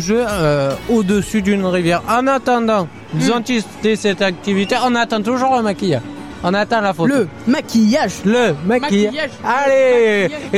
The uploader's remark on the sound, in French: En direct de "Jeunesse en fête" (face c).